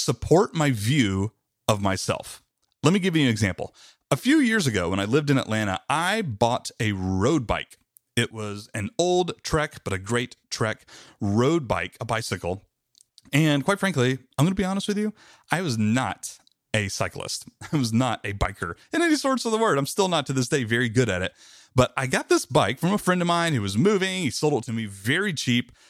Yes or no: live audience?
no